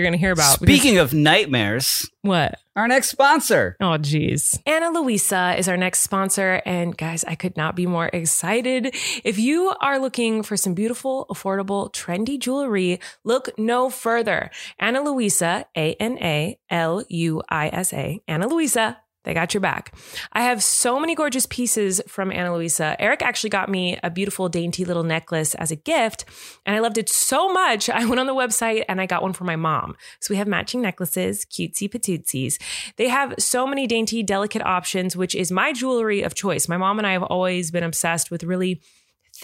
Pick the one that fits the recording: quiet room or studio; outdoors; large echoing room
quiet room or studio